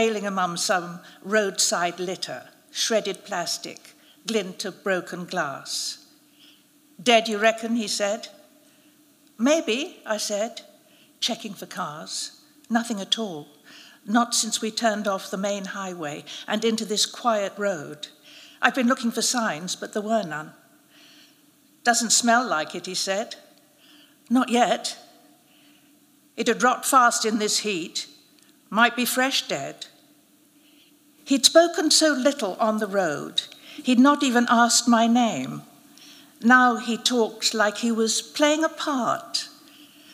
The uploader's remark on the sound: Narrated at a special live event.